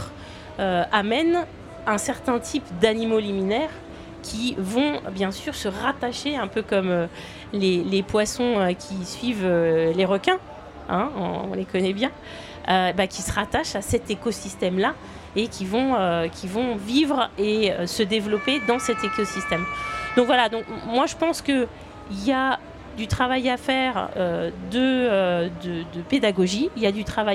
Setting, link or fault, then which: setting, busy venue